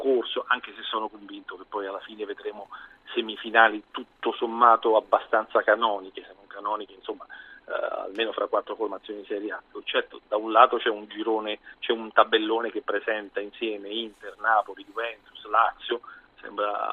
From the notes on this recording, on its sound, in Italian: In collegamento da Perugia per Perugia-Livorno. Ospite al telefono.